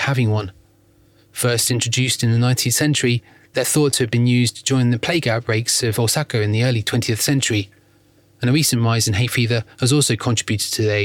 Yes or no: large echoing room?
no